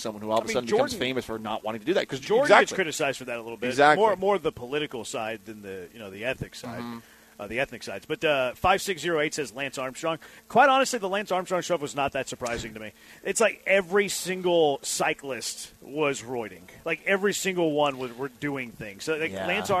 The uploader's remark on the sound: LIVE from Circa Resort & Casino in Las Vegas!